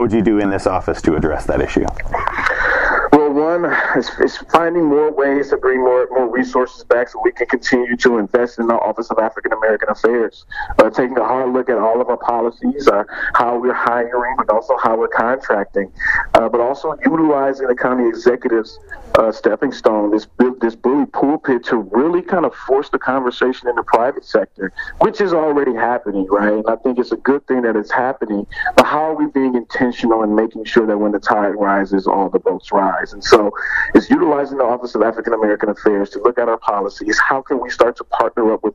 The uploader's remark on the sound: The interviews were all conducted separately, all by phone, largely asking the same questions, Q&A style.